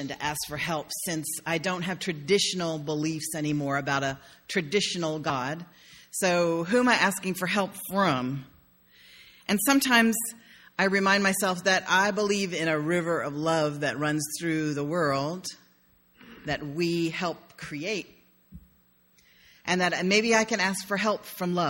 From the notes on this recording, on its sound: sermon delivered on May 1, 2016.